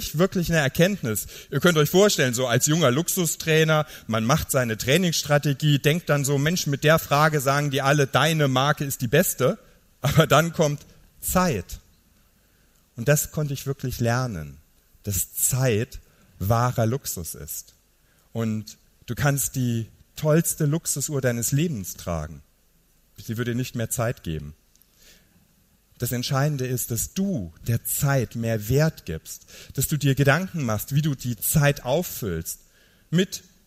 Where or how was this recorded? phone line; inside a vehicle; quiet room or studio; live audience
live audience